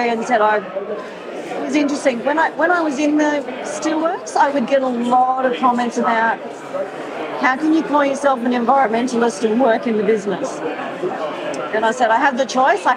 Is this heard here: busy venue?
yes